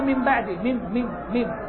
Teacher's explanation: قلبتها إلى ميم، ولهذا سموه إقلاب، لأنك تقلب النون إلى ميم